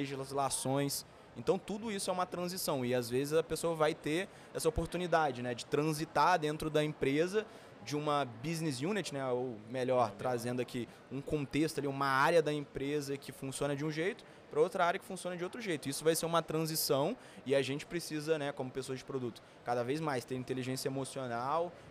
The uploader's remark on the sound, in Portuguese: Esse episódio foi gravado no espaço para Creators da Pcamp 2022.